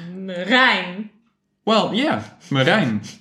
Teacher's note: like any Dutch name, you put the emphasis or the accent on the last syllable